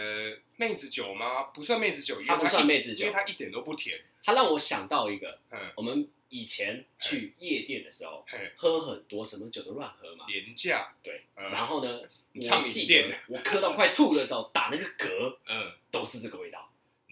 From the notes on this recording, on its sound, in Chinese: 本集於配備升級之前錄製的, 聲音上需要大家的體諒